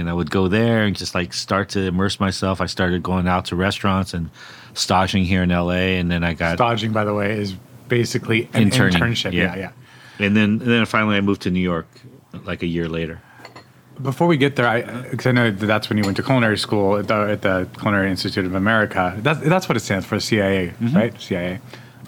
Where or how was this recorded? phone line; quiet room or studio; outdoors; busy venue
busy venue